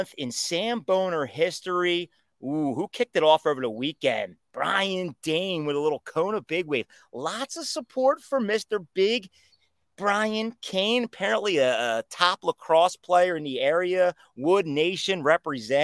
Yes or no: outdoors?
yes